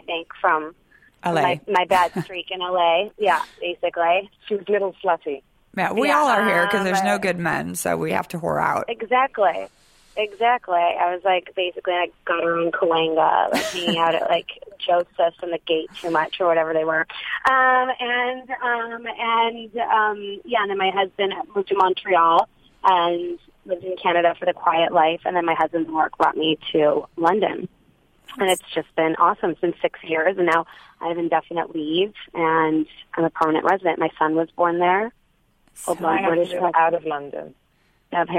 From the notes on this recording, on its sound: on the phone